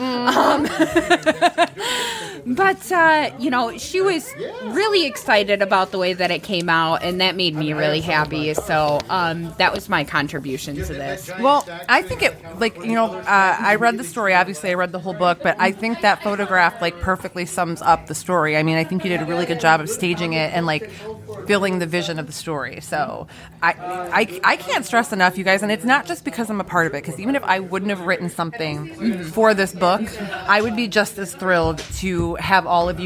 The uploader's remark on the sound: Live from Nexus 419. We are back with a live episode from the awesome new shop Nexus 419 just outside of Toledo!